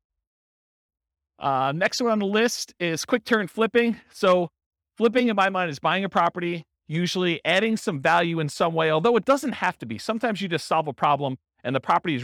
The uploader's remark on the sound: In Lansing, Michigan. This was a live class recorded to give investors a solid qualitative overview of all the different real estate investing strategies.